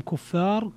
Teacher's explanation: كفار هنا جاءت الراء مضمومة فليس فيها ترقيق، فليس فيها ترقيق ولا إمالة الألف قبلها